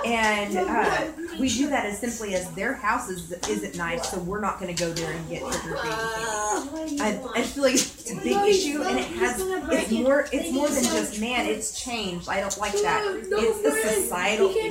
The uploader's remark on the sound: our show is brought to you from our #Halloween party that was recorded live on Facebook